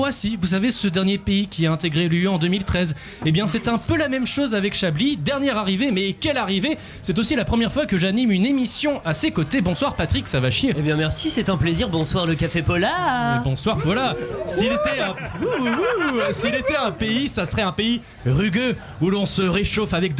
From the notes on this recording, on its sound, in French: Un Chablis exceptionnel en direct du Pola, dans le cadre de la soirée spéciale Europe avec Euroscope. Qui n'avait pas de micro ce soir.